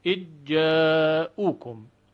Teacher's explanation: ذال در طرف اللسان سر زبان هست و جیم در وسط اللسان یا به قول آواشناسان مقدم اللسان · Term: ادغام صغیر